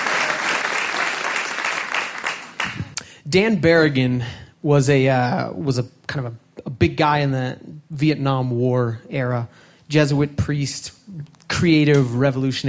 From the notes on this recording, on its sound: These stories were recorded live at Buntport Theater on July 18, 2014 as part of a special collaboration with Pivot TV and Rooftop Comedy.